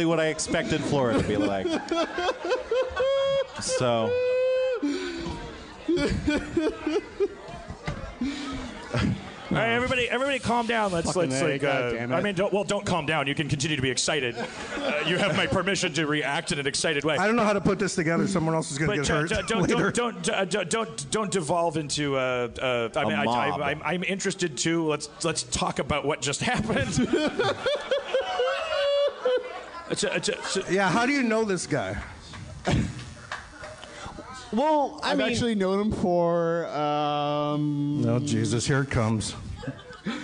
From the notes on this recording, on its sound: LIVE From Magic City Comic Con.